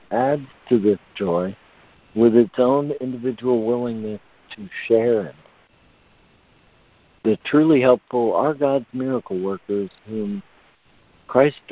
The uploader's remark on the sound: ACIM Daily Conference Call